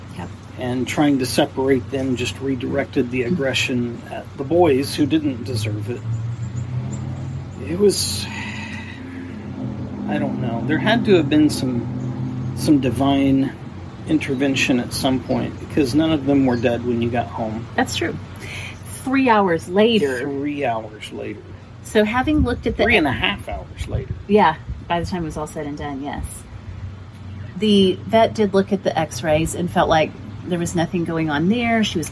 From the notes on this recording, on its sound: background noise conquers the day’s effort